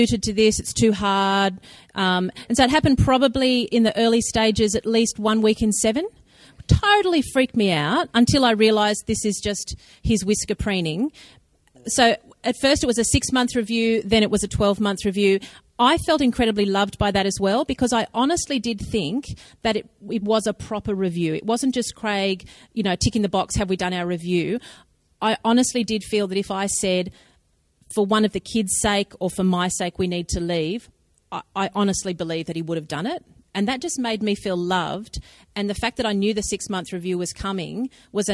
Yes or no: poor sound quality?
no